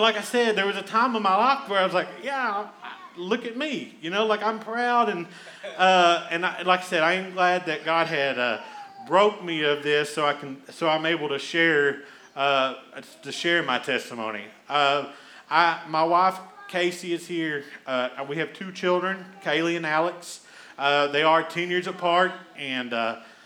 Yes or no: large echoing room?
yes